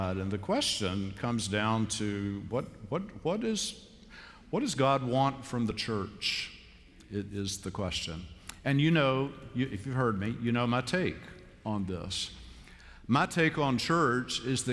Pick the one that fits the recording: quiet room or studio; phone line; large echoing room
large echoing room